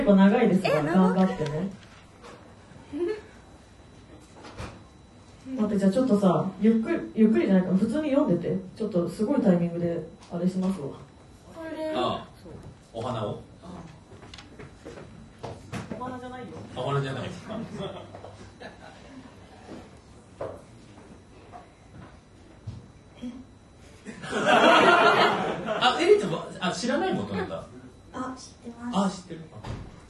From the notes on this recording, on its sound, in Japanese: 公開収録後半戦。今週は11/22に行われた公開録音の模様、後半戦をお届け！